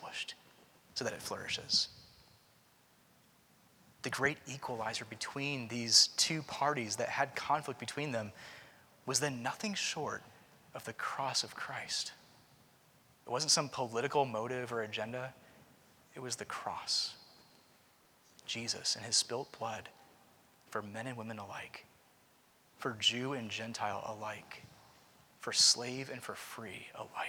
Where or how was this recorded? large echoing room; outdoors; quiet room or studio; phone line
large echoing room